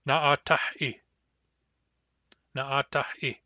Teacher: Na'atah ends in a back H, which is not a hardenable sound. Therefore, the hardening is pronounced as a glottal stop.